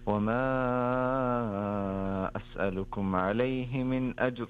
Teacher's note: الحكم هنا هو التفخيم، راء ساكنة وقبلها الساكن لا يعتد به